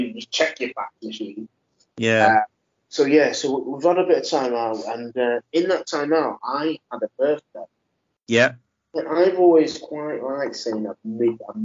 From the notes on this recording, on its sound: Apologies for the slight sound issues.